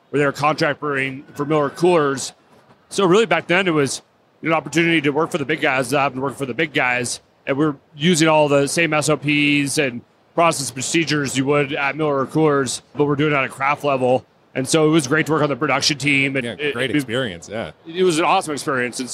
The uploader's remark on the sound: Recorded on location at The Great American Beer Festival 2017 - Denver, CO